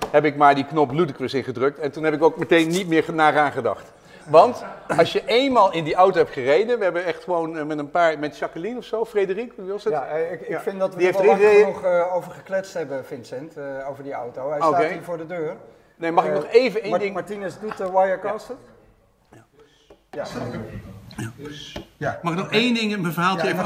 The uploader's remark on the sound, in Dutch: een uitzending met publiek!